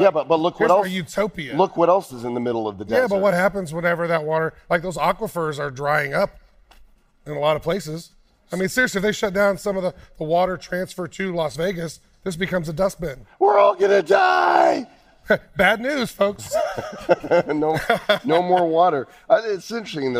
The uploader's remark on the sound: LIVE from World Crypto Con. We’re breaking all the rules with this special LIVE episode.